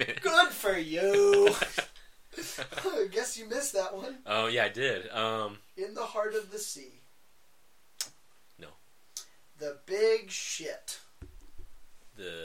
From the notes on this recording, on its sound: The audio was shit